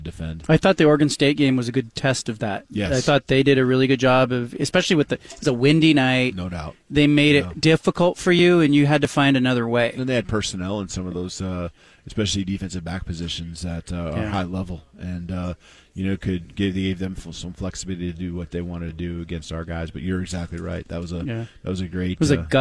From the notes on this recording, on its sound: At Pac-12 Media Day in Las Vegas.